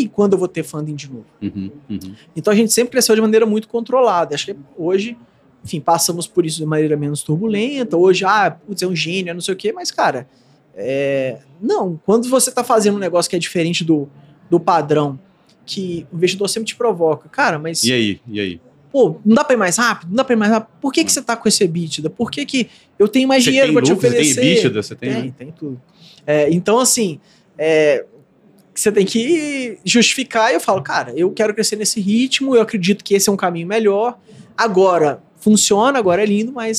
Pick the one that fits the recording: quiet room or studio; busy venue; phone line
busy venue